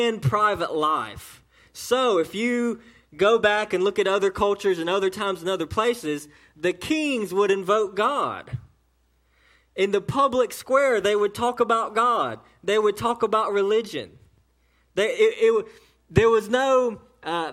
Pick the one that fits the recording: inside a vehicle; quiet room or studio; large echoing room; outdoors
large echoing room